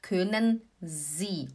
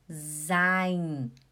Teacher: O S, ele faz som de Z quando ele está acompanhado por uma vogal.